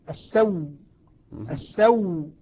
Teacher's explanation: أما الوجه الثاني فهو إبدال الهمزة واو وإدغام الواو فيها فصارت واو مشددة · مشددة السو السو فهنا نلاحظ أنه لما نطق بها … نطق بها مشددة فيها نبر، فيها نبر وفيها قوة